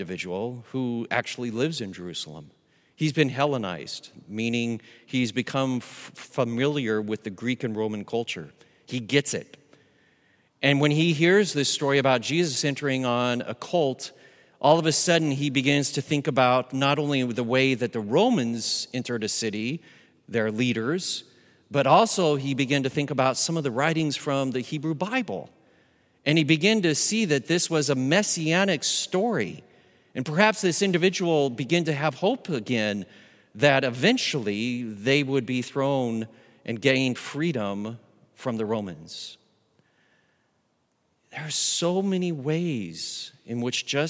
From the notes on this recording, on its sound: Recorded live at Beatitudes Church in Phoenix, AZ